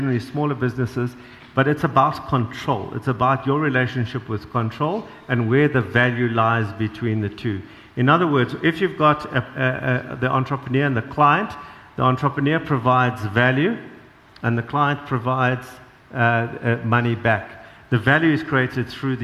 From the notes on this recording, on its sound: At the BDTV SME Summit that was recently hosted in Joburg, the delegates were given an opportunity to ask the panel any question they wanted to. Open Q & A session.